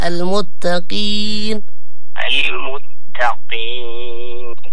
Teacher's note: القاف هي مفخمة لكن في أقل تفخيمها لأنه مكسور